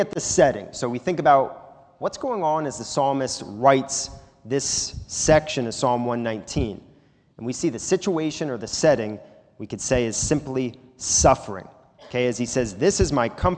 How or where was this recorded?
large echoing room